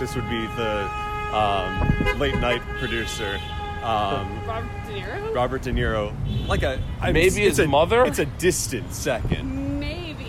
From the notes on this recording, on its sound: Recorded on the streets of Gotham New York City.